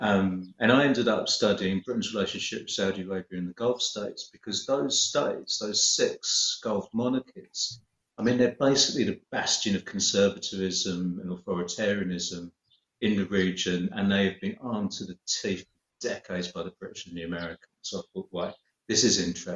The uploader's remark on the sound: Season 9 is recorded entirely via video call during the COVID-19 Global Pandemic. Pride themselves on ensuring a comfortable and encouraging recording atmosphere but this is clearly difficult to suffice remotely.